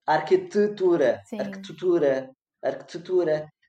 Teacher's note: Já em arquitetura, o tu é a sílaba tônica. Portanto, pela regra, não é a regra da língua, nós deveríamos ter arquitetura, sim, arquitetura, arquitetura.